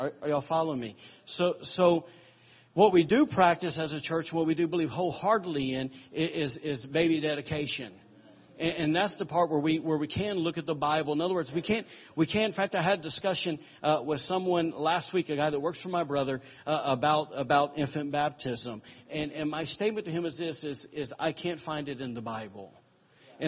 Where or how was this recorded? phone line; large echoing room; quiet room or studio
large echoing room